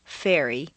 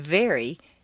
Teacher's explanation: Although F and V are in exactly the same position, F is a hiss and V is a buzz.